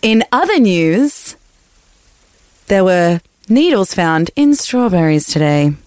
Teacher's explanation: news readers, from what I have been taught, end a sentence going down.